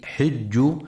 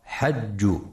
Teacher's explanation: ينتبه القارئ برواية حفص عن عاصم في كلمة حج لكسر الحاء وعدم فتحها · Shown in: first take · فلا يقرأ حج.